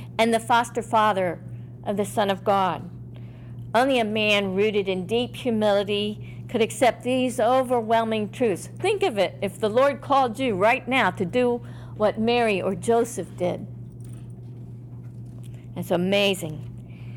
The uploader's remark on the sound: In this “live” presentation given to the Secular Order of Discalced Carmelites in Dayton, OH at their general meeting